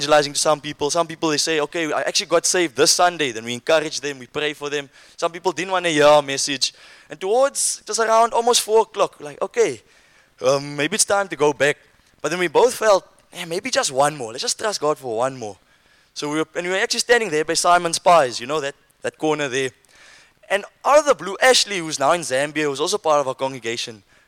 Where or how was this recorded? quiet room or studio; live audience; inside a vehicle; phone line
live audience